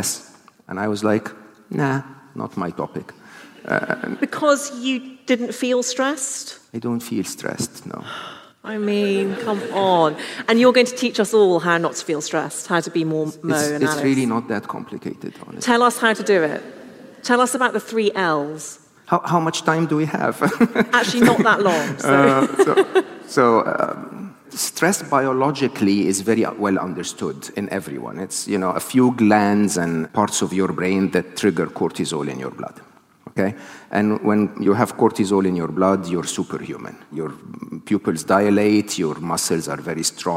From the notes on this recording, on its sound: This episode was recorded live at Shoreditch Town Hall on 5th October 2022